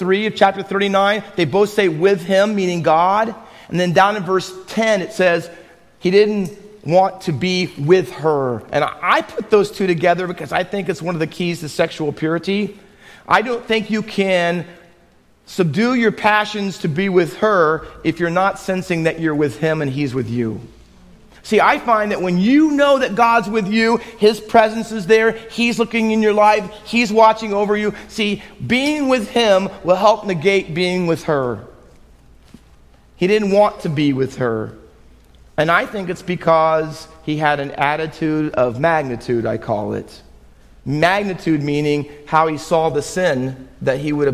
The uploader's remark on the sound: Faith Baptist Church in Hamilton, NJ.